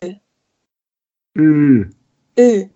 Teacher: Es ist wie also ein im Rachen, so ganz hinten so ein Ö